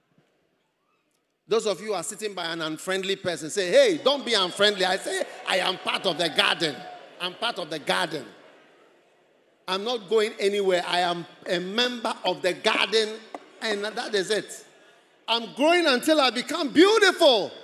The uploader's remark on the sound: Preached at the First Love Experience Service.